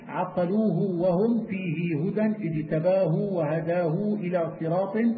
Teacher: وقرأ ابن كثير بالصلة فيما إذا وقعت بين ساكن ومتحرك